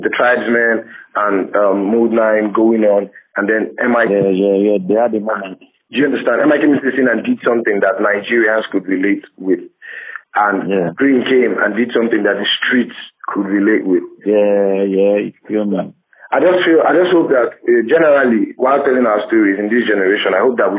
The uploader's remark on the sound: over the phone